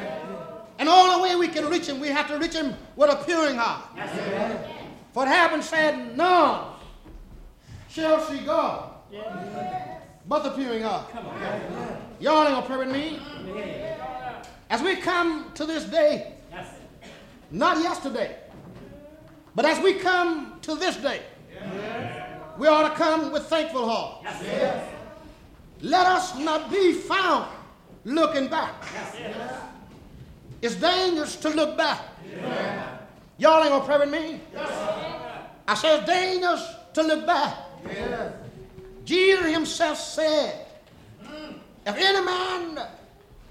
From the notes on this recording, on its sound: Live.. from the... Hart Temple.